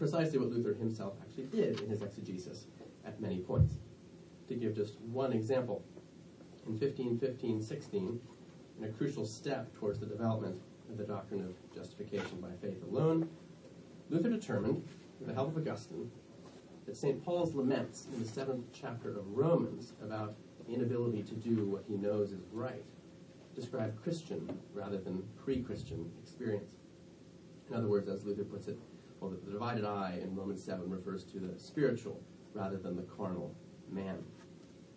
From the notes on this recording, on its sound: Delivered at the 2017 American Academy of Religion conference (AARSBL) in Boston, MA